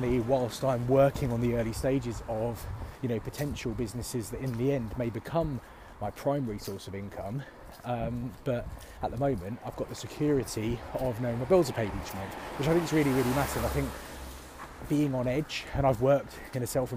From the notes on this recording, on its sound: Walk and Talk